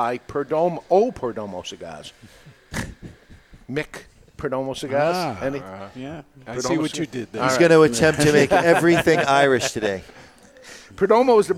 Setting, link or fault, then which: setting, live audience